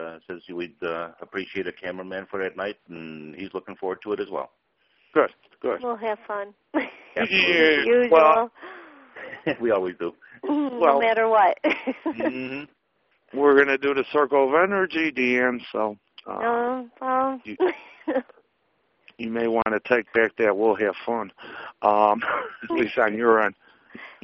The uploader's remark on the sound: Open Phone Lines. We take calls from you the listeners about the Paranormal, Spirits and more.